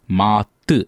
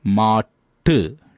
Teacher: See, first verb was maathu, M-A-T-H-U. So the th sound is there. It's not sharp t sound. It is the soft th sound. The second is matu, t, t, t, the sharp T sound, M-A-T-T-U, matu.